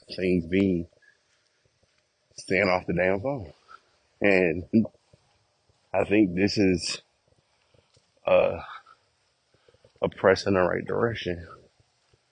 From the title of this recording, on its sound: Walk Recording